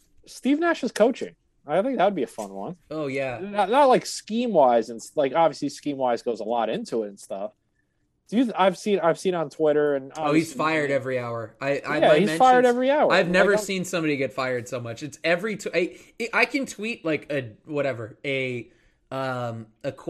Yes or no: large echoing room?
no